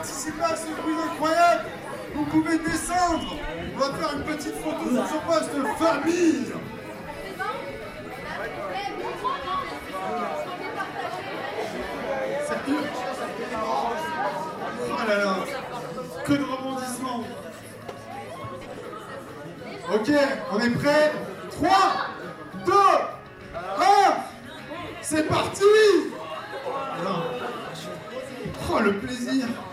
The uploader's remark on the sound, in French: Dernier enregistrement réalisé lors de Jap In Tarn 2017. Dernier enregistrement réalisé lors de Jap In Tarn 2017, le célèbre quiz de l'association Shiawa .